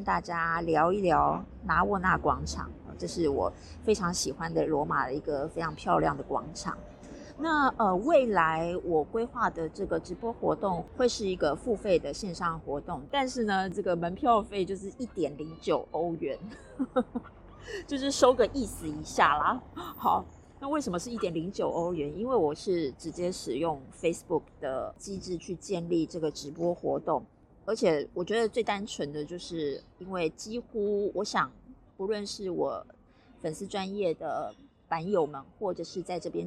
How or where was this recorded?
outdoors